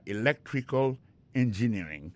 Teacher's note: L'accent est tombé sur le deuxième syllabe ça. · Term: accent tonique